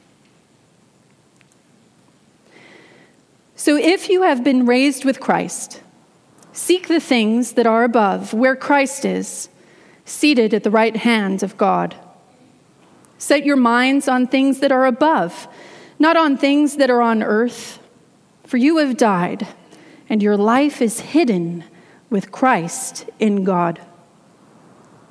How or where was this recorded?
large echoing room